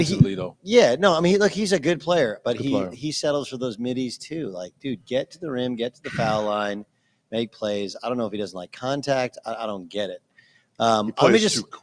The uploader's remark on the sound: LIVE from the Champions Classic in Chicago!